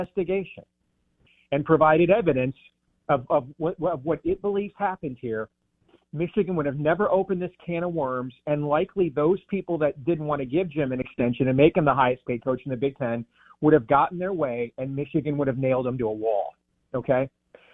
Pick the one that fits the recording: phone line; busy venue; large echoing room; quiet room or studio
phone line